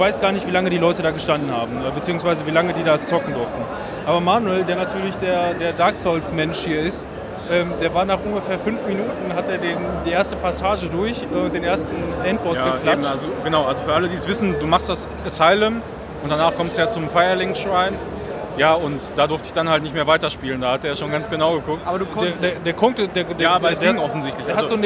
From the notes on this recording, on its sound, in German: Wir waren auch vor Ort und berichten euch in dieser Episode live, über unsere Eindrücke der Gamescom 2018